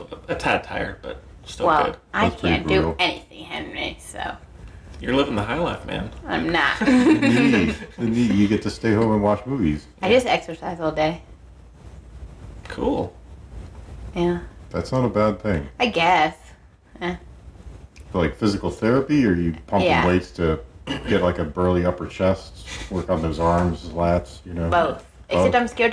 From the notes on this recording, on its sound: very sorry for the static and mic noise!